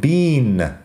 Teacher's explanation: Y los británicos que dicen bean con la i larga. O sea que la pronunciación varía un poco, es regional.